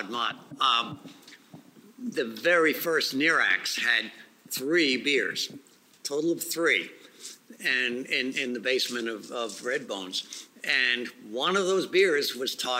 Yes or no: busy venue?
yes